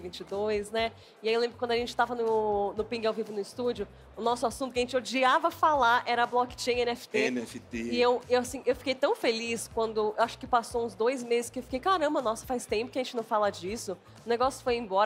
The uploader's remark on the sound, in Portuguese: Diretamente do palco The Enemy by TNT no BIG Festival 2023. No maior festival de games da América Latina.